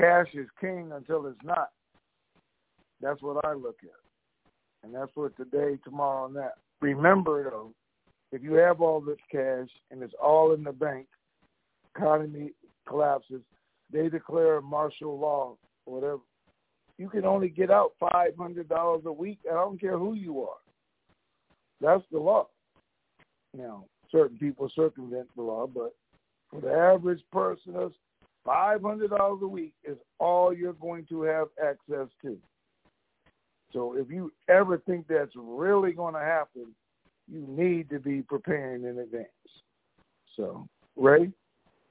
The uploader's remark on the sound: TNTSuperfantastic Conference Call